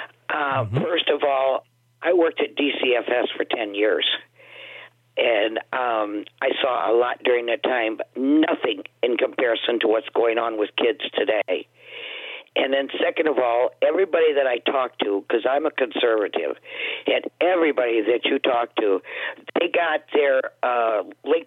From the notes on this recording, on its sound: We take your calls in open phones across America.